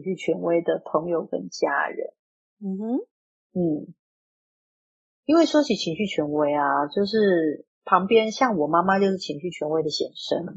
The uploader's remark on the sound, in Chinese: 此音檔是由club house直播中錄製的。故音質無法與專業麥克風及錄音室錄製比較。所有音檔都已盡最大能力去調整，讓聽眾的耳朵是舒服的。我被隔離了啦！喉嚨沒聲音！